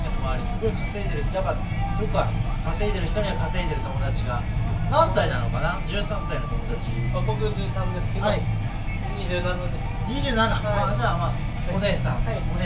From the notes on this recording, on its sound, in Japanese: ラジオ収録しながら、同時にピザトーストを売ってます。